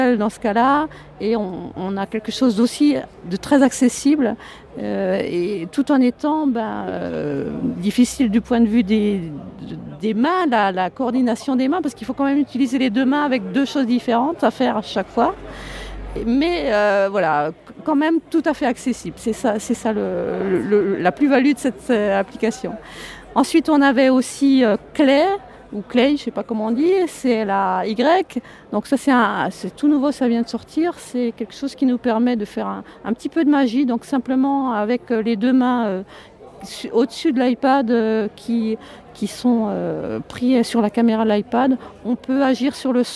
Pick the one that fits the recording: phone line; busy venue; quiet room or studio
busy venue